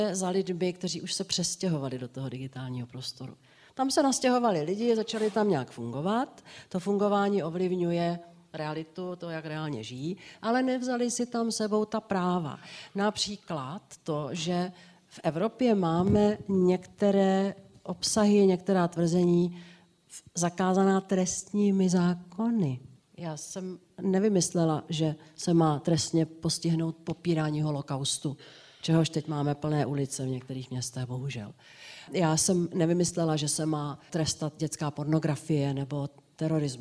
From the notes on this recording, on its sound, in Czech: natočili živě s publikem v pražském Divadle Na zábradlí